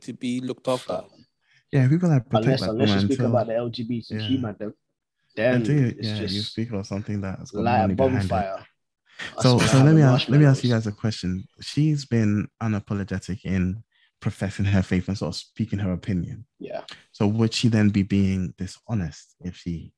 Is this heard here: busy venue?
no